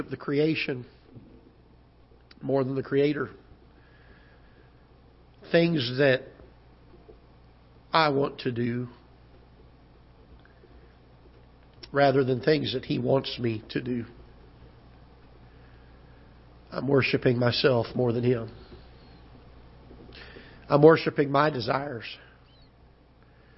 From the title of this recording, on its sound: Ketha Heights Baptist Church ~ Live Broadcast